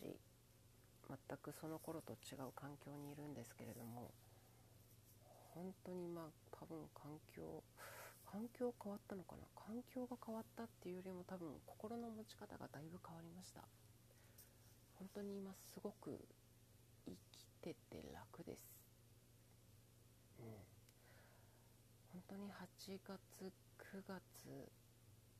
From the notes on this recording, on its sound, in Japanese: 音声かなり小さい